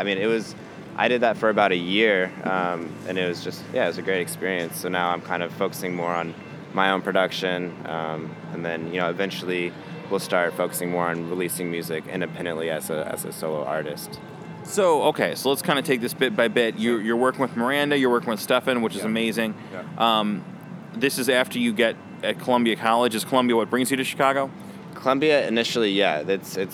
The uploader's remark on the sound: Recorded at SXSW 2016